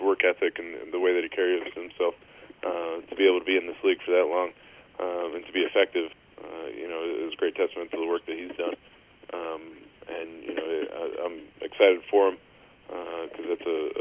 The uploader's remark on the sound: Addressed Reporters on Conference Call